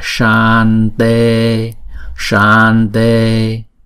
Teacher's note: Chữ sa, chữ sa này chúng ta đọc hai nhịp rồi chúng ta mới đóng chữ sa đó lại